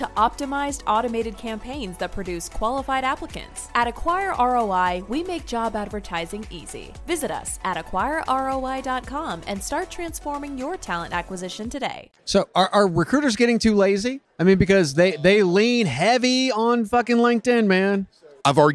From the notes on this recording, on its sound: Live from TA Week in San Diego from the Qualifi booth